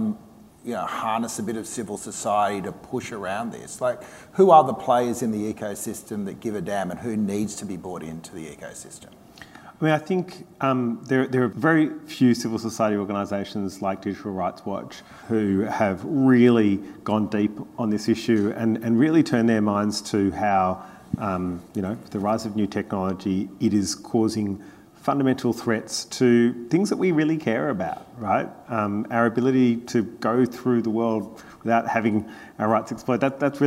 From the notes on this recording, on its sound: comes live from the Australian Labor Party National Conference Fringe Festival